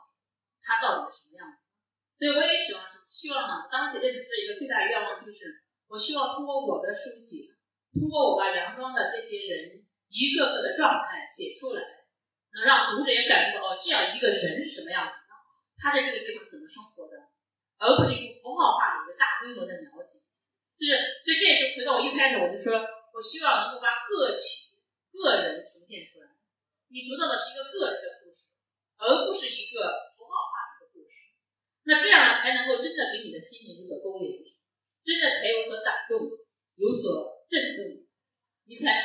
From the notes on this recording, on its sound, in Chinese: 现场特辑。本次节目属于现场临时录制， 音质较差请谅解。